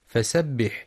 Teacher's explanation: يراعى إعطاء حرف السين صفة الصفير والرخاوة في فسبح